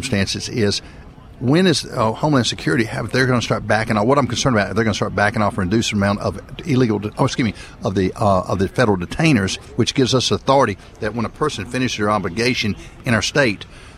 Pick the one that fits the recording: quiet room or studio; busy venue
busy venue